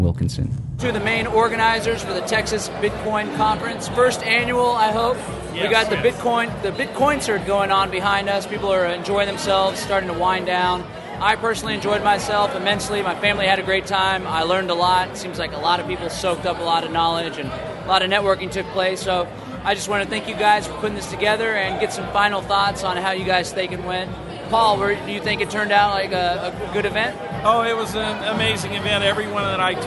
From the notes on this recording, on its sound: This weeks program was mostly recorded at the First Annual Texas Bitcoin Conference which took place this week in Austin, TX.